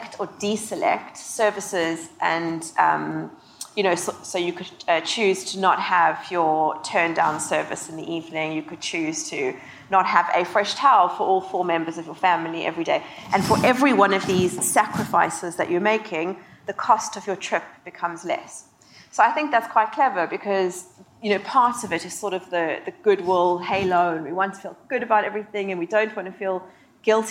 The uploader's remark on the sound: Decoded Future Panel. In a panel from Stylus’ Decoded Future event in London.